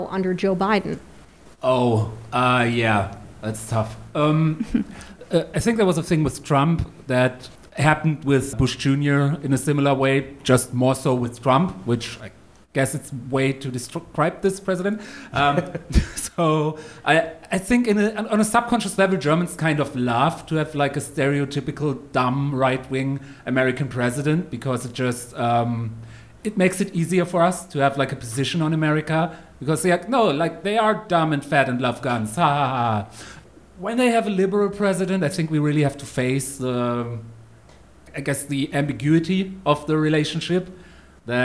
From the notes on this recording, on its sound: The opening event of Podfest Berlin 2021. This show was recorded live at Comedy Café Berlin.